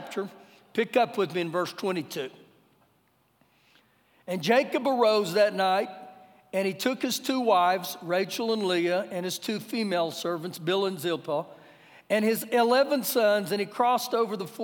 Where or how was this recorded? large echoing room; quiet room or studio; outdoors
large echoing room